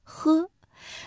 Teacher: 那么发力点呢就放在舌根上，把舌根抬起接近软腭。那注意一下啊，是接近但不是紧贴，所以说呢会有一条小小的窄缝，我们的气流可以从这个窄缝穿过，产生了摩擦